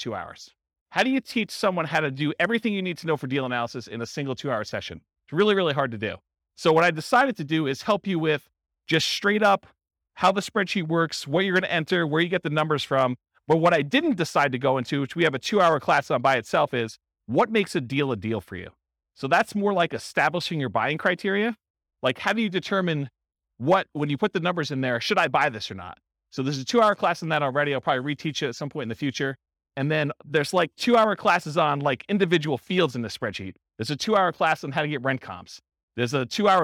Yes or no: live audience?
yes